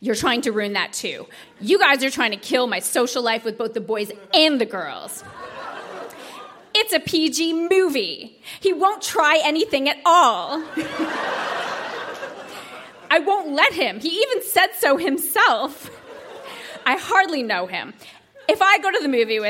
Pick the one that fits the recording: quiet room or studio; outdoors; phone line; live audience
live audience